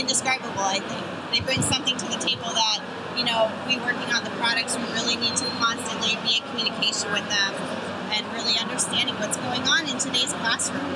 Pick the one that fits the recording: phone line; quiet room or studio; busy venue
busy venue